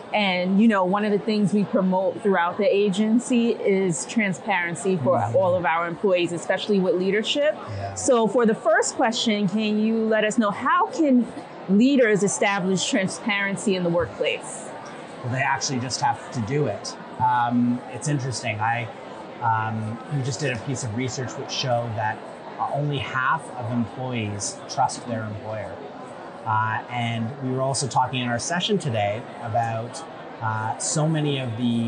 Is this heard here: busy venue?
yes